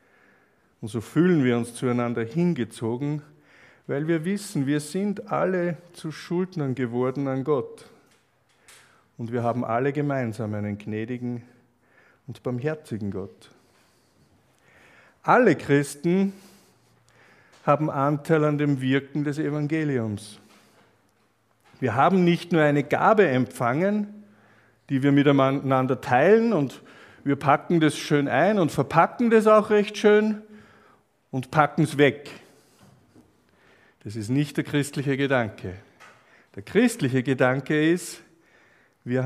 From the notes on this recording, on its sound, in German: Aufnahme einer Freizeit von 2017.